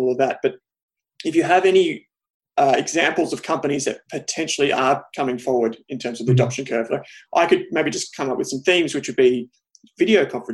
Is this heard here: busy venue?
no